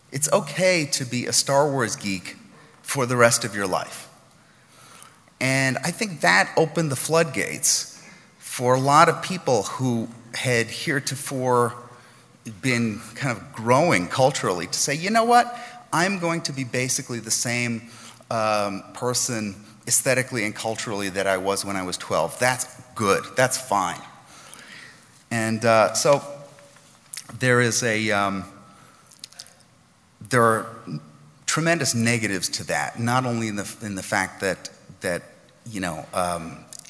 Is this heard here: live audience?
yes